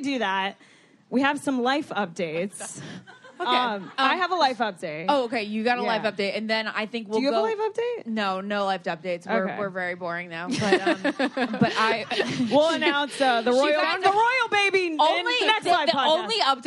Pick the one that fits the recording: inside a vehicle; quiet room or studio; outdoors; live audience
live audience